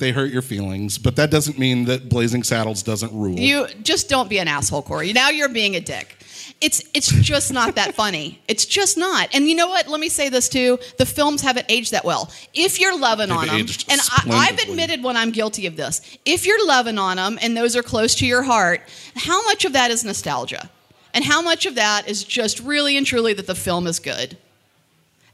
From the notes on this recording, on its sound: Live recording from the red/champagne carpet. Of the 2023 Academy Awards. Recorded & Edited by Boutwell Studios.